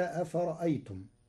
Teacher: بتسهيل الهمزة الثانية وإبدالها ألفا مدا طويلة من أجل الساكن بعدها